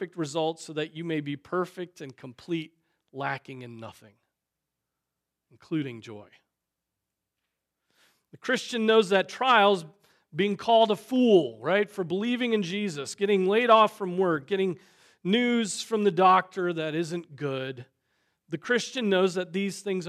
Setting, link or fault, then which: setting, large echoing room